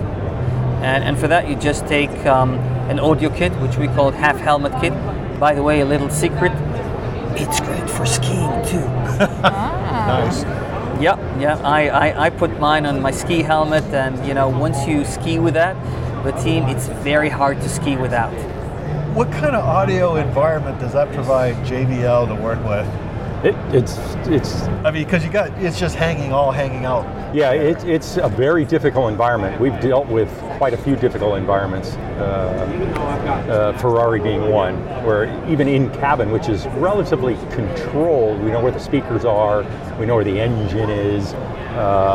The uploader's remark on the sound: Another followup from AIM, this show covers the longer interviews we did on the show floor while there!